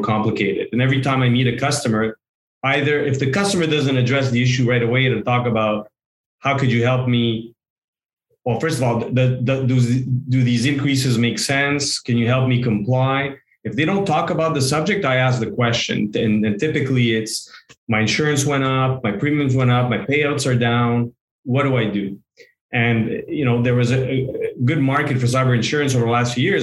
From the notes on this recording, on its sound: This is a recording from the live webinar on 5/19/22.